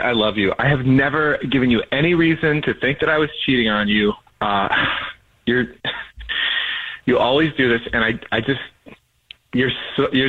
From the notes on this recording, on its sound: One of our listeners is on the phone